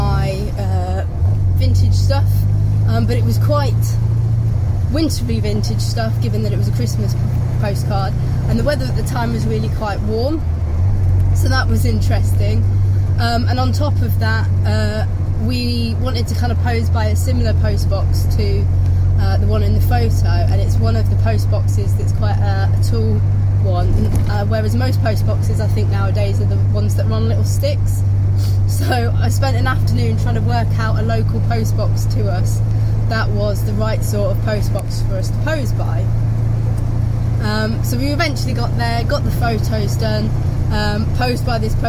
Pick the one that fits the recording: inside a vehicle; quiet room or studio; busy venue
inside a vehicle